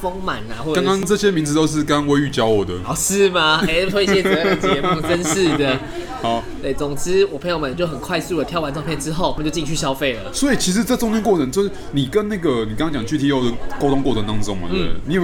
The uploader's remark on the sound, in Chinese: 本集白噪音指數：微風級 2/5。錄音地點： 九州鬆餅 Cafe - 台北富錦店。